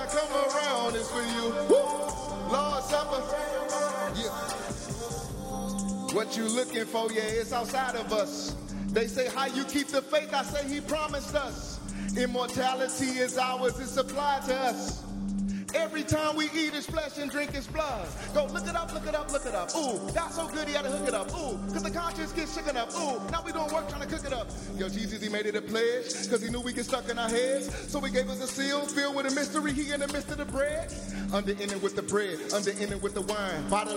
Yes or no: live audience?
yes